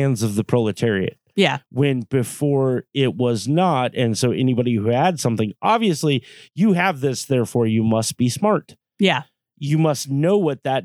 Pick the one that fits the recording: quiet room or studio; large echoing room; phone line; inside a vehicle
quiet room or studio